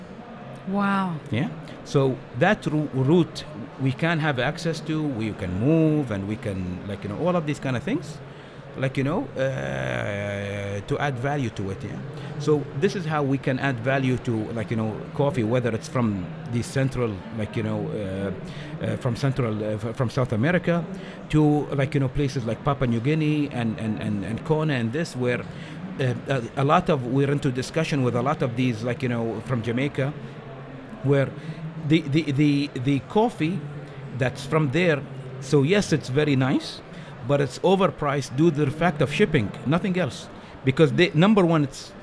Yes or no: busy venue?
yes